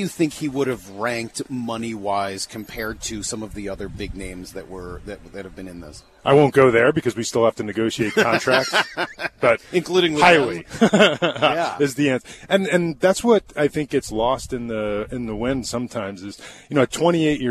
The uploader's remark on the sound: live from spring training